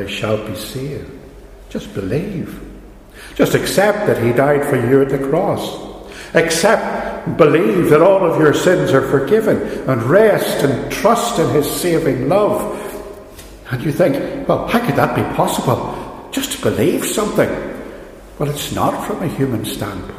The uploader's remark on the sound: a sermon from Ballymacashon, preached on the last Sunday of 2020